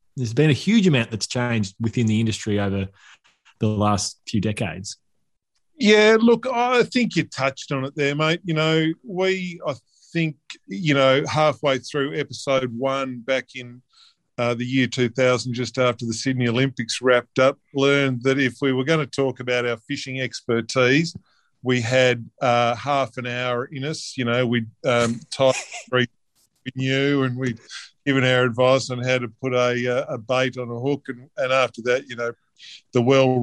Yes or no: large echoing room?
no